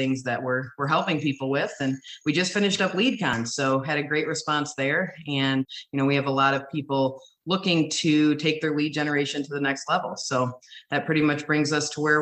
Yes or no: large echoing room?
no